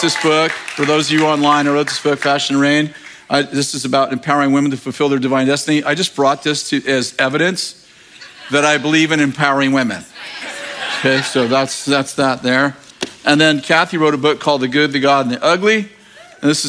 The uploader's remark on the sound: In this message from April 2nd, 2023 at Bethel Church in Redding CA